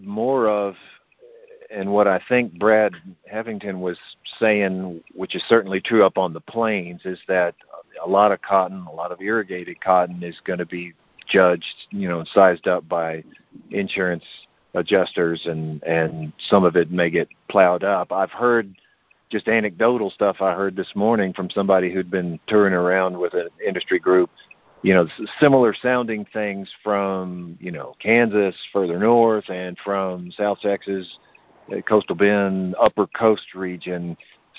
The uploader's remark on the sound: Monthly Conference Call On Cotton.